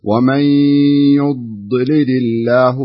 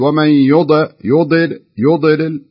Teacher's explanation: فنمسك الضاء الساكنة هذه، نحاول بقدر الإمكان نتمكن منها حتى لا يصير فيها شيء من القلقلة · Shown in: first take